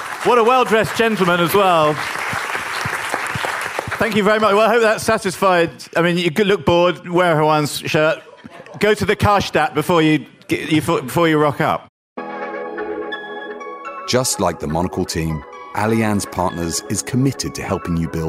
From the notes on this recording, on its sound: From the Monocle Quality of Life Conference. Answer audience questions from every corner of the globe.